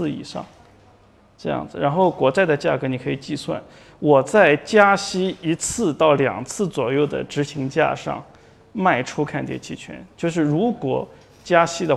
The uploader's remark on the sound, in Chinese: 本期音频来自2019DNOC期权夏季嘉年华，圆桌论坛部分内容分享